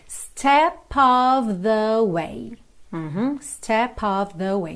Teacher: OF com som de OV